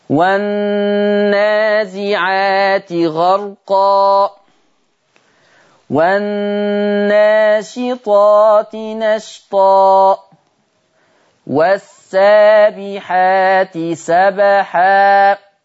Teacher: جبتها كلها فتح، مفيش فيها ريحة التقليل خالص. قال لك نلاحظ من أداء الآيات السابقة فتح رؤوس الأي قولا واحدة.